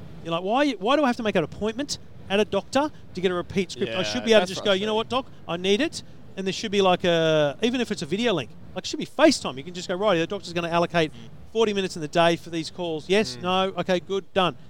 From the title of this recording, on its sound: live from CES